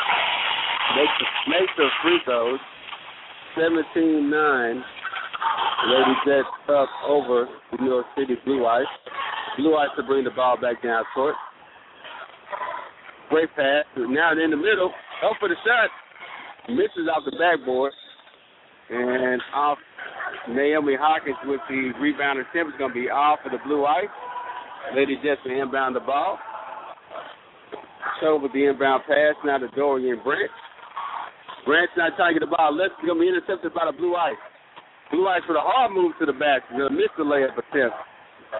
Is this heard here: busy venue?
yes